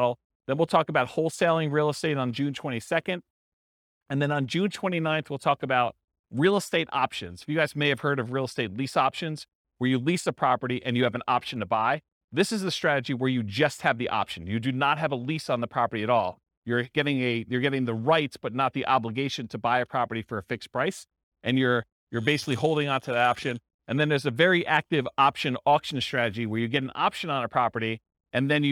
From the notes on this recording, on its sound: This was a live class recorded